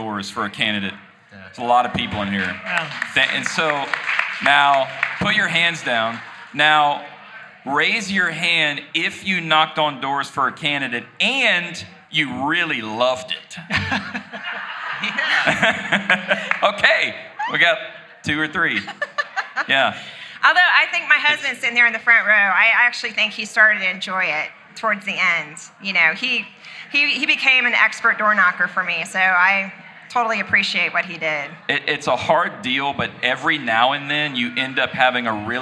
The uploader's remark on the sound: LIVE EVENT. This week’s episode was recorded live at the Election Night event we held last week.